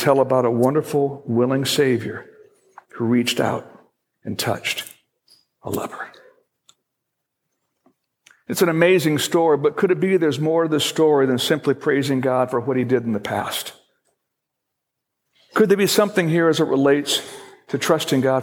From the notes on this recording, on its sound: Originally recorded April 30, 2017, at Fellowship Missionary Church, Fort Wayne, IN.